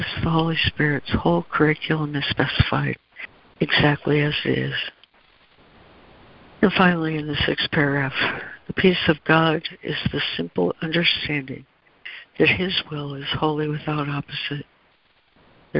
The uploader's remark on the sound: ACIM Daily Conference Call.